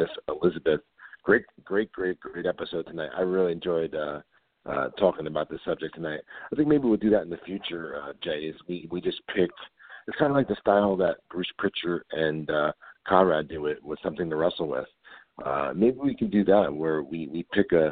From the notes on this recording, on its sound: We are joined LIVE on air by former WWE Diva. We take your calls LIVE on air!